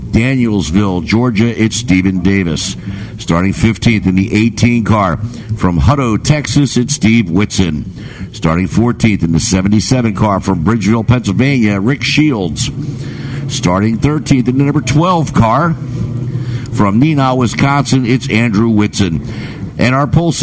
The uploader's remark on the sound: Broadcast the races for the Hoosier Tire SCCA SuperTour Series event held at VIRginia International Raceway in Alton, Virginia. VIR is a multi-purpose road course offering professional and amateur auto and motorcycle racing, as well as a wide range of track events.